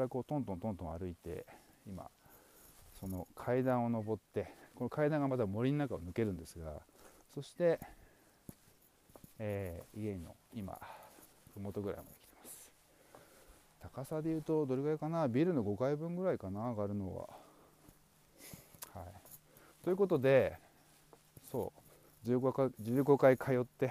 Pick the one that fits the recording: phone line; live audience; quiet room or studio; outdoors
outdoors